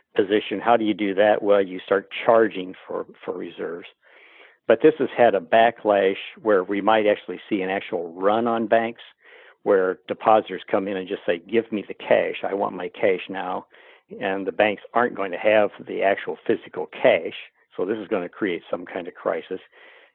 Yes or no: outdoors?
no